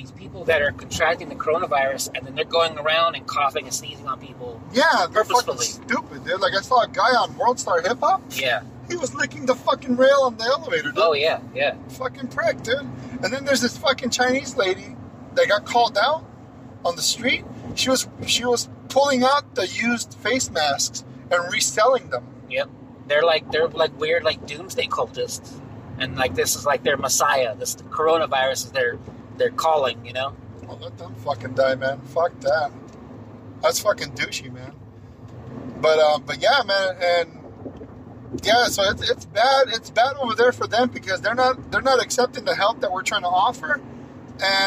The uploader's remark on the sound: The Bunk buddies do their first podcast live, together, in a truck, on the freeway, in Los Angeles. The long awaited reunion of the bunk buddies takes place on the 5 freeway.